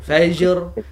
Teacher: Fajr, dia nak kena ada qalqalahkan jim tu, fajr. Dan kemudian ada khilaf lagi, jim tersebut dia punya qalqalah tu ada yamil ilal fathah am yamil ilal kasrah, iaitu dia lebih pada fathah sikit atau baris lebih atas, pada baris bawah.